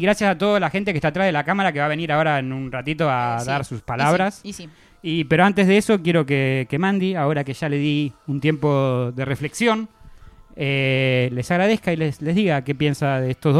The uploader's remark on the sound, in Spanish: te mostramos como fue el festejo de nuestro aniversario con muchos invitados en vivo